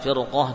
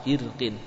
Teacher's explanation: Karena qafnya walaupun tebal namun dikasrah. Jadi ketebalannya tidak seperti qaf yang fathah. · Shown in: second take